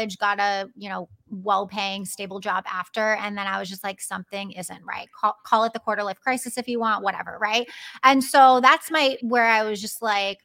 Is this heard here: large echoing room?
no